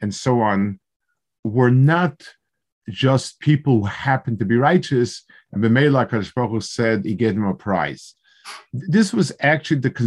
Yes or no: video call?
yes